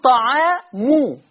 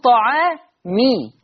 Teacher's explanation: حفص هناك كان بيقول طعامو بيضم الميم، ورش هنا هيقول طعامي هيكسر الميم